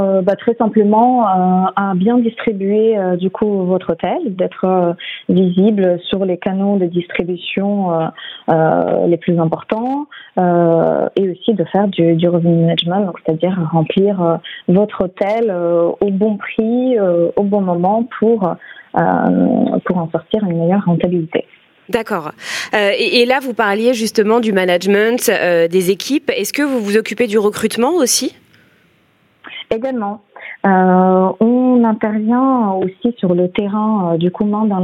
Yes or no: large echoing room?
no